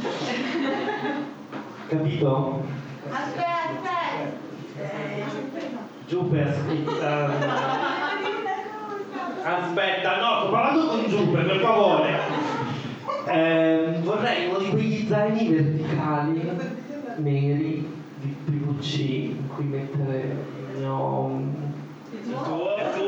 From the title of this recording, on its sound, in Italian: Traumi di Natale live show